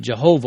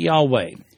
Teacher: Technically speaking, however, there is no J sound in Hebrew. Those words actually begin with a hard Y consonant. · Shown in: second take